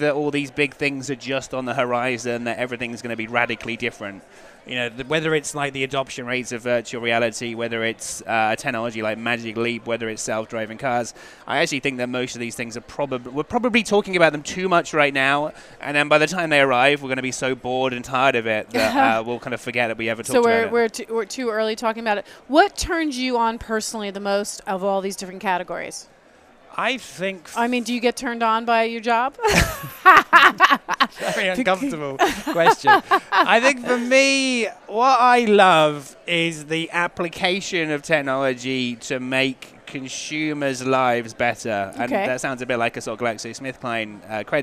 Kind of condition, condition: setting, busy venue